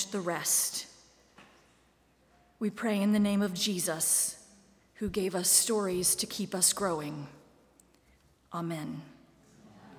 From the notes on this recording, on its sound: Live streamed from the sanctuary of Mayflower Congregational UCC Church of Oklahoma City.